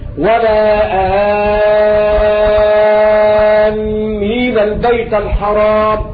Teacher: المد الأصل فيه مد بدن، يمد حركتين، ولكن لما كان بعده حرف مشددا ألغي البدل وعمل بالمد اللازم فيمد ست حركات